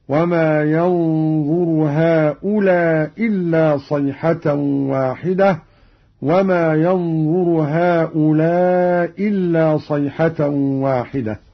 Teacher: قرأ قالون بإسقاط الهمزة الأولى مع القصر والمد